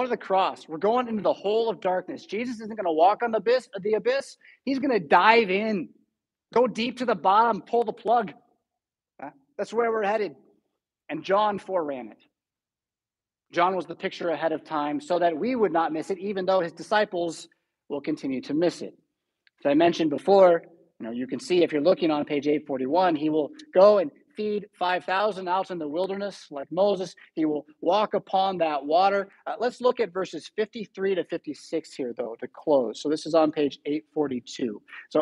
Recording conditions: large echoing room